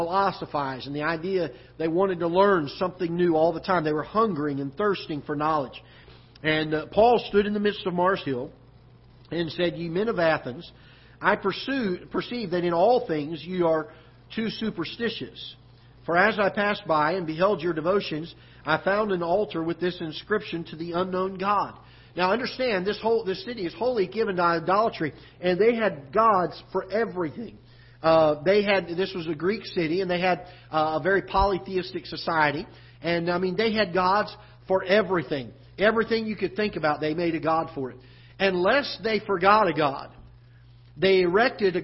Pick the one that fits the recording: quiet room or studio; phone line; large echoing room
large echoing room